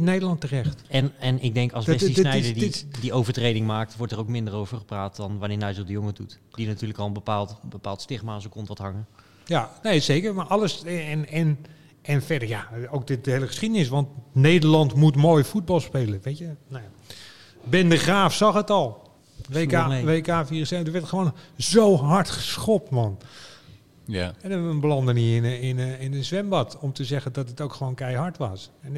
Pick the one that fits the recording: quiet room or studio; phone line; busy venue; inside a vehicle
busy venue